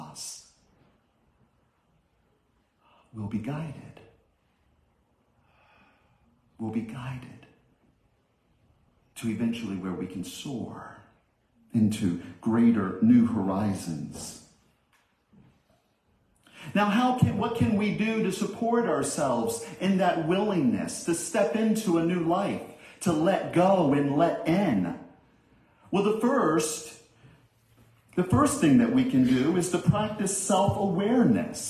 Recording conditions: large echoing room